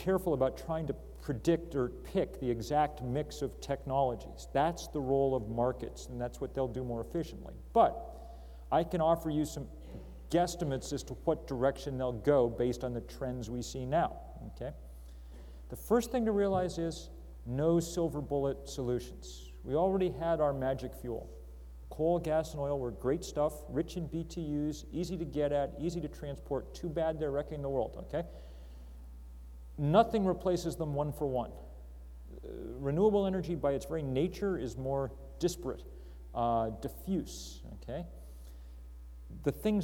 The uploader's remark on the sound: Yoder Public Affairs Lecture, Question & Answer session